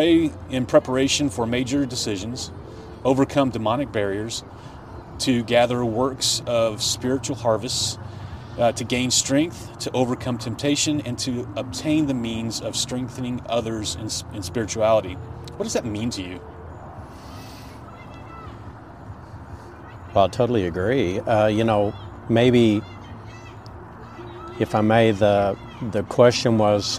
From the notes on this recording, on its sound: We recorded on location at the AFSP Out Of The Darkness walk.